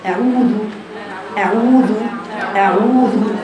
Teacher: ما زالت الضمة مستمرة معك من العين للواو المادية للذال مرة واحدة